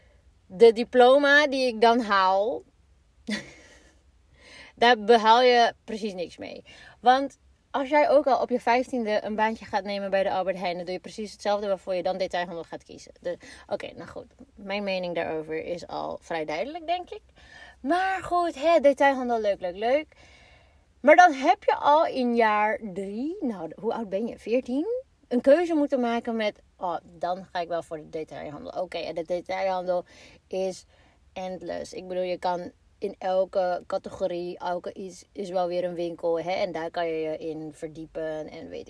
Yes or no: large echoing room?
no